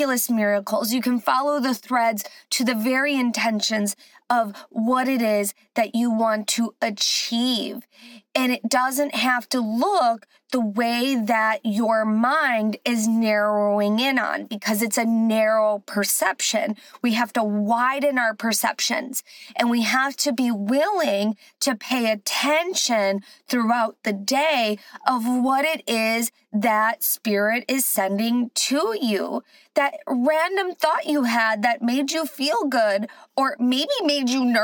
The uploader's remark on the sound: Join me from my car